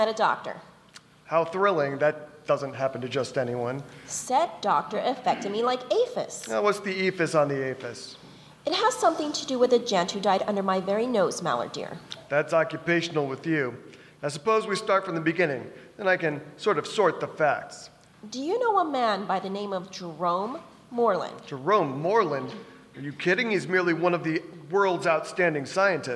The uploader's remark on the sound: Performed live on stage at the Harbor Playhouse in August 2018!